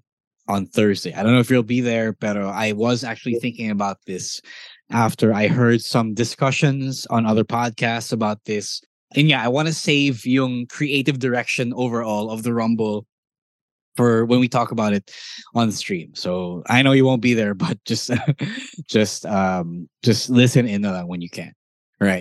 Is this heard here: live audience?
no